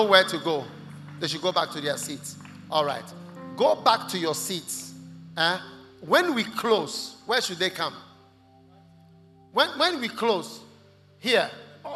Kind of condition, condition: setting, large echoing room